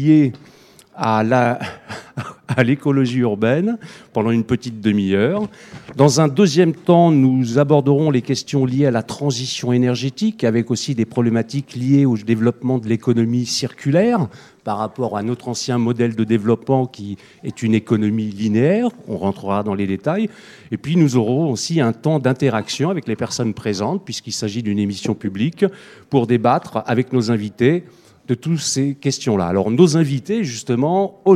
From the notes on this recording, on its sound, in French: questions et discussions avec le public présent